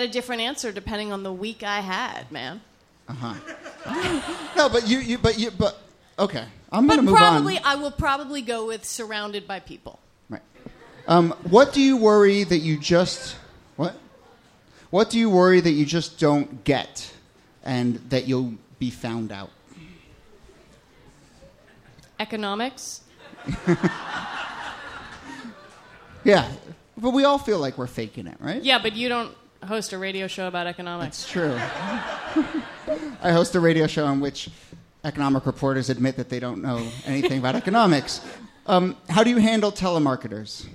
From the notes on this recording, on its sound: This excerpt is from our March regular show at Housing Works Bookstore.